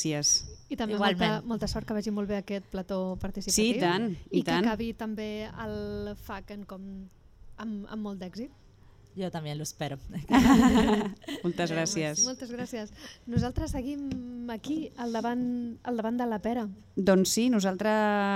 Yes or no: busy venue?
yes